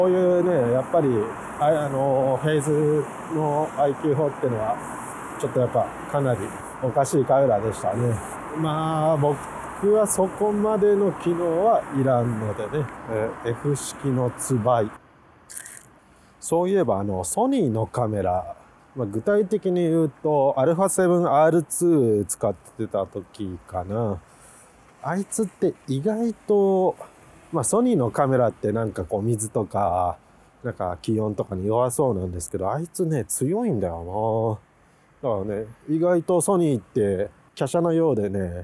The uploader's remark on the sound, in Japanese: 雪の降った翌日、国道１号線より撮影しながらの収録です。